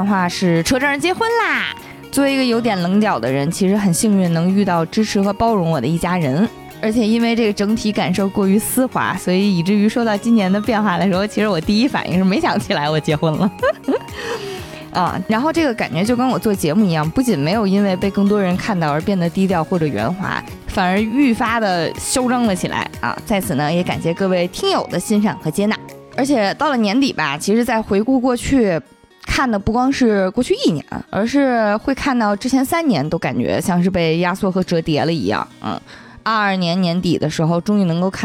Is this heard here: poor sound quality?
no